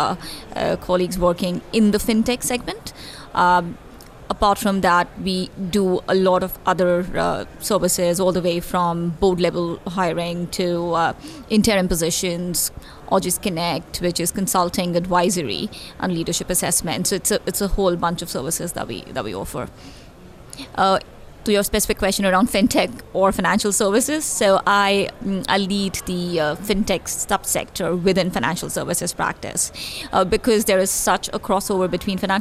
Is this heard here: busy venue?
yes